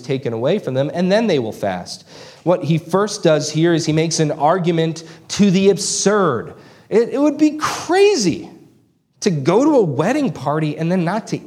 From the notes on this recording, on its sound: This sermon was preached on June 4, 2023 at Antioch Presbyterian Church. Located in Woodruff, South Carolina.